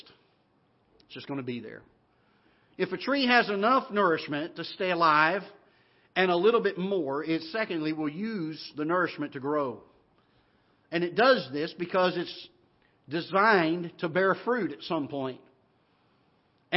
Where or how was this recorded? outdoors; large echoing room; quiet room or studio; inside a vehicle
large echoing room